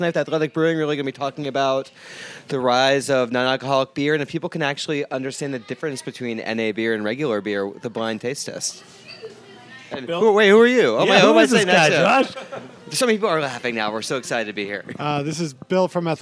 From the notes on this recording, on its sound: Recording at Top Hops Beer Shop. Some of his early supporters are around the table as well.